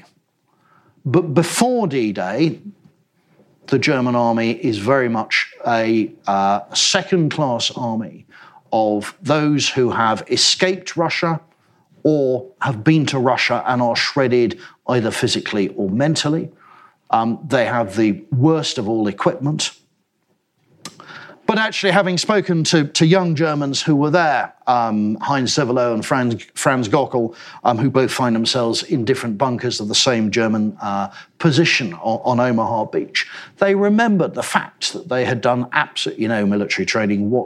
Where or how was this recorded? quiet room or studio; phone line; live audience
live audience